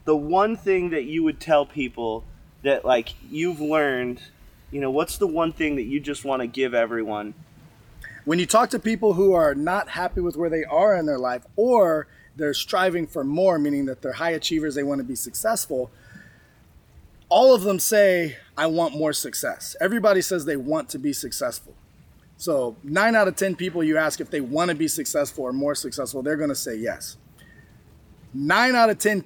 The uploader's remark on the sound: Today we are coming to you from the Dominican Republic. During a trip with Page Events, we stopped by the ocean to record a new episode.